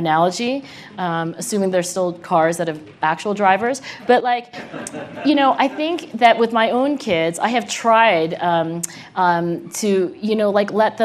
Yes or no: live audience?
yes